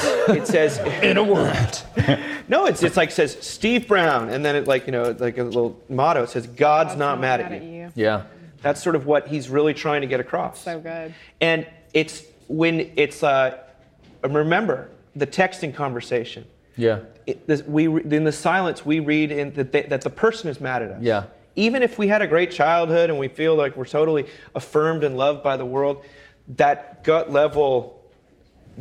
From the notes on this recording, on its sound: Recorded live at the 2019 Mbird Tyler Conference.